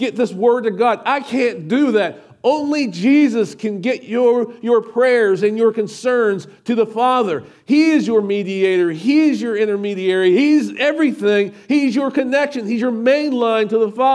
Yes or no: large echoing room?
yes